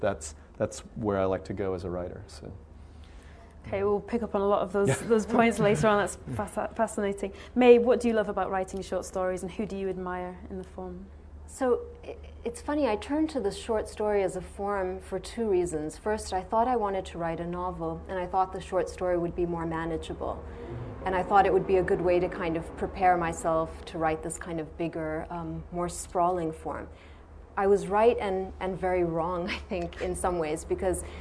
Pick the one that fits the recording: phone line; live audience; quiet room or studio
live audience